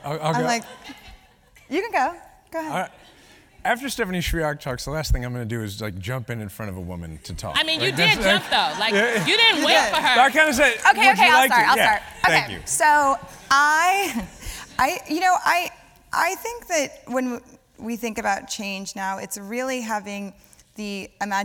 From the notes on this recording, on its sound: recorded on April 20, 2018 in front of a live audience at New York’s 92nd Street Y